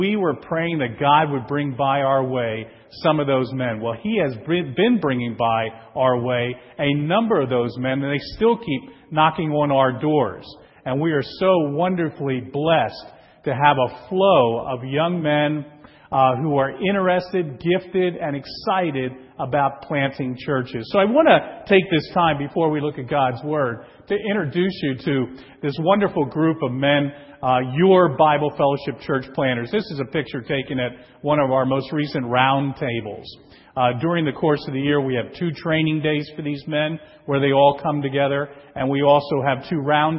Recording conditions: large echoing room